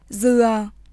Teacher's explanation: 日本語のうに近いがさらに唇を左右に強く引く